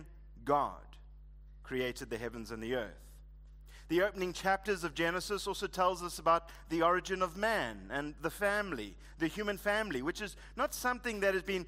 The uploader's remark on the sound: Preached at Living Stone Bible Church, on the 25th of February 2024